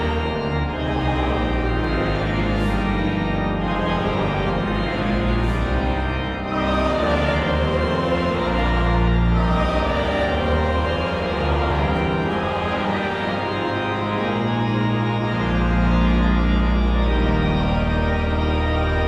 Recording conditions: large echoing room